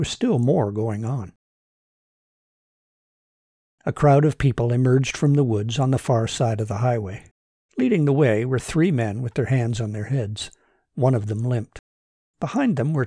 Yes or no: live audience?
no